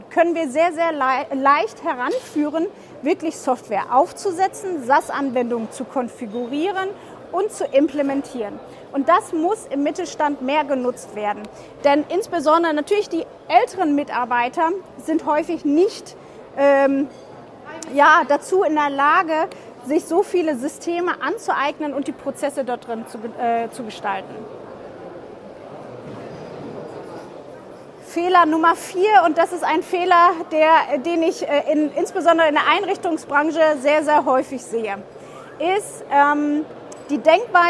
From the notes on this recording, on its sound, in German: Live auf der MOW 2023.